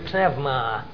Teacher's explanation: And you pronounce the P and the N. You don't have any silent letters